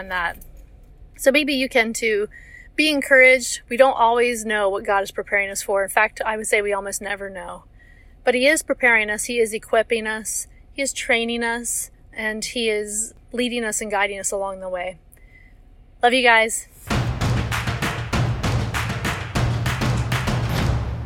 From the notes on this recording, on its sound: I don't always record in my car, but when I do... Join me for a little car ride again.